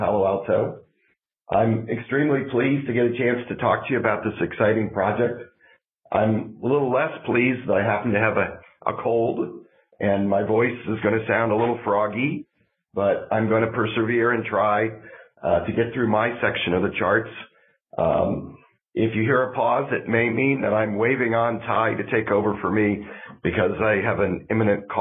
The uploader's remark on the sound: a Future In-Space Operations teleconference